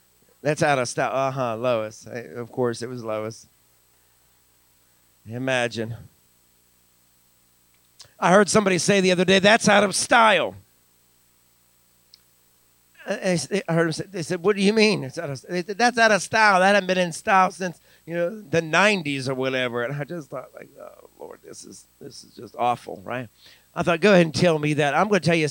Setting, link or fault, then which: setting, large echoing room